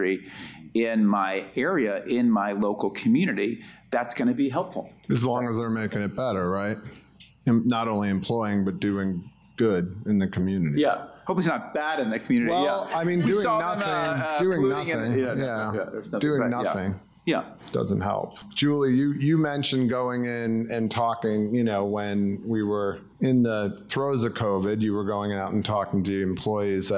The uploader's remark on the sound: panel discussion that took place at the JP Morgan Healthcare Conference on January 9th in San Francisco